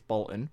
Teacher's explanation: Anyone in Bolton pronounces Bolton without the T